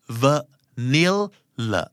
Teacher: ชวาหน้าชวาหลังตรงกลางเน้นสูตรนี้อีกแล้ว